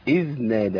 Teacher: الذال عندي هنا ذال ساكنه فيها رخاوه، يبقى ماشي فيها الصوت